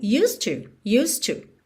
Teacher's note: E o D, que é a consoante oclusiva, eu já ligo no T do to, então você ouve mesmo "used to", "used to", ok?